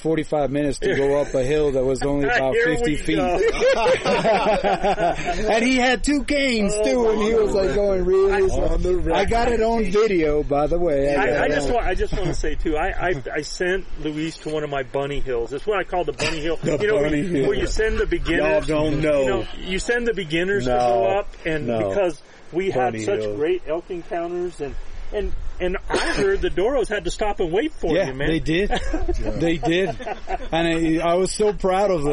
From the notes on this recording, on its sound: We are live from the ElkBros Elk Adventure Camp 2023! During an actual late September elk hunt.